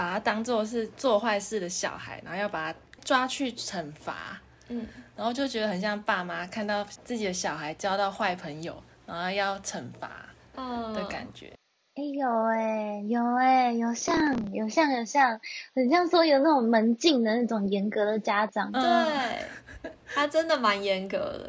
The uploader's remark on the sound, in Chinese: 在不同空間錄音，所以會有不同的背景音。